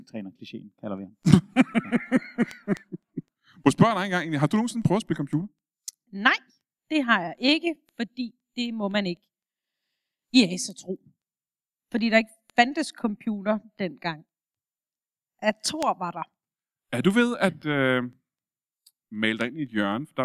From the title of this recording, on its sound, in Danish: LIVE fra Esbjerg